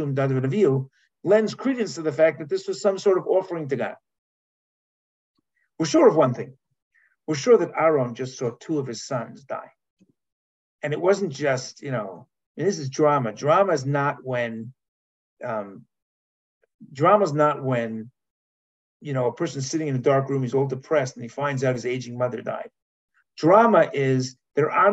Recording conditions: video call